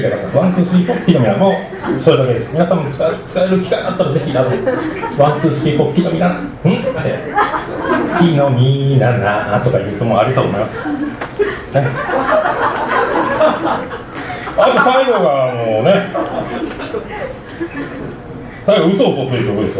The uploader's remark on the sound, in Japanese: ライブハウスＣＢ14周年 ﾂｰﾏﾝﾗｲﾌﾞ